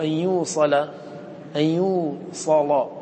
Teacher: إذا وصلت لزمك التفخيم لأن اللام مفتوحة وقبلها صاد